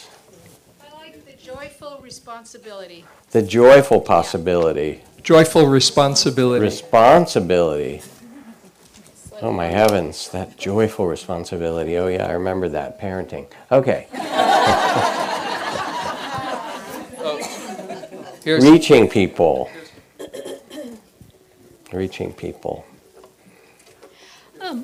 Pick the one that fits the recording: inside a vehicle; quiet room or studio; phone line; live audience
live audience